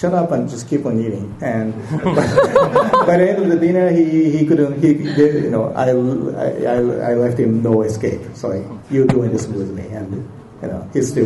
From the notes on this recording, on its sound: Comikaze 2015. Rage across Stan Lee’s Comikaze in Los Angeles. Listen to the live panel.